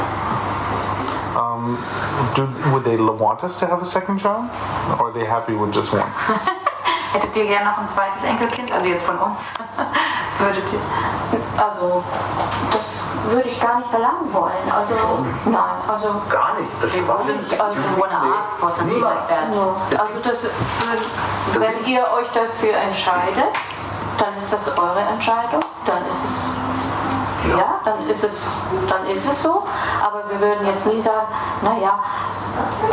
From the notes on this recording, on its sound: Despite the less than optimal sound quality due to the lack of proper equipment, we couldn't pass up the opportunity to capture their wisdom while they were in town. We apologize for the imperfect audio.